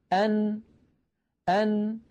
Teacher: أن كيف خرجت هذه النون الساكنة؟ خرجت بقرع طرف اللسان لما يحاذيه من غار الحنك الأعلى